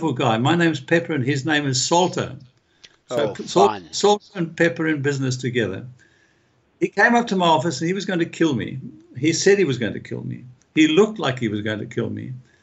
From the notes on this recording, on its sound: This interview was done via Skype